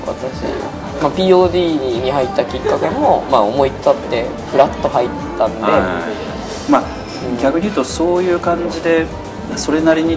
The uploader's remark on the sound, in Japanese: 今回は、珍しいローケーションで収録しております。都内の某喫茶店での収録ですので、音声につきましては、多少お許しいただければと思います。